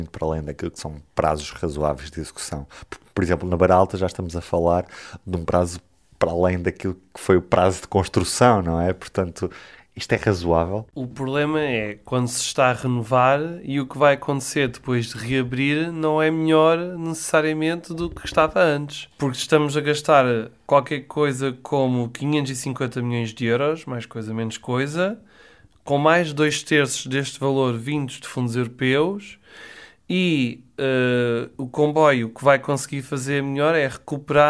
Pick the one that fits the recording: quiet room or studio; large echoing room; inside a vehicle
quiet room or studio